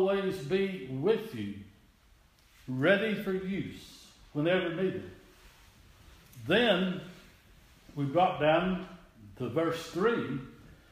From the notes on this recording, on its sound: This is an audio recording of the Sunday service at Persia United Methodist Church in Rogersville, TN on Sunday, February 26, 2017.